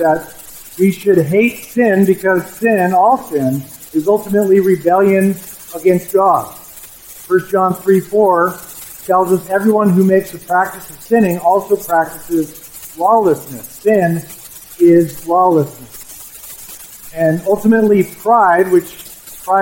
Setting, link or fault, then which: fault, poor sound quality